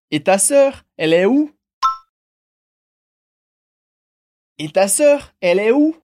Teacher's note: preste atenção na entonação, porque ela sobe, assim como em português